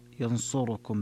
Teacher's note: الاختلاس الاتيان بثلثي حركة الضمة التي على الراء